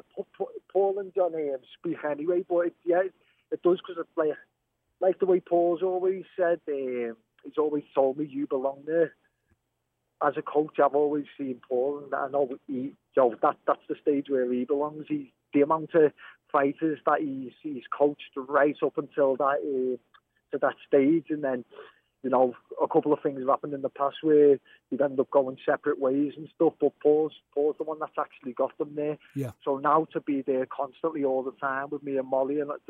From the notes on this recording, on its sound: Go live to New York City. Joins us on the phone from Sweden.